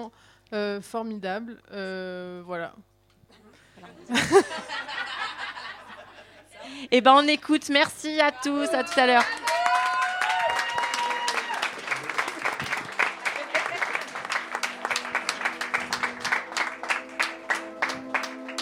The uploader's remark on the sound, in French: Jet fm 91.2. Une émission en public à l'occasion du Des-Orientations féministes festival.